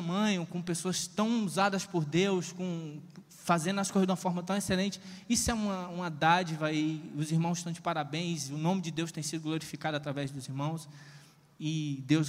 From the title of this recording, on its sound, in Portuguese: CONFERÊNCIA CONEXÃO DINAMUS AO VIVO 22.08.2021 - NOITE